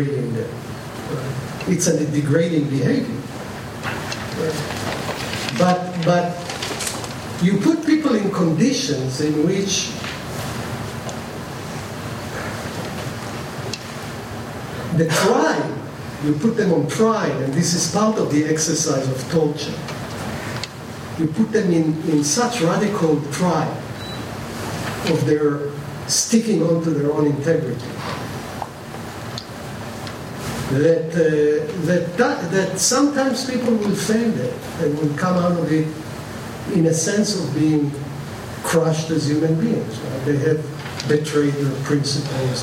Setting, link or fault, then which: setting, large echoing room